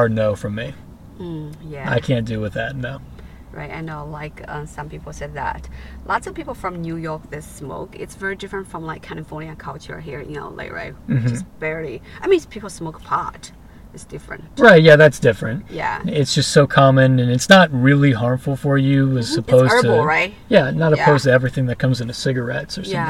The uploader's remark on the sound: In The Car